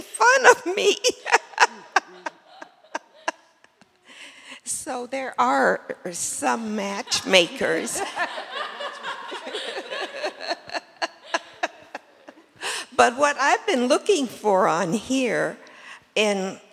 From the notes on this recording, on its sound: Q&A Discussion Circle w/the Imam. Answers questions from the congregation. The congregation also offers their own insights and solutions.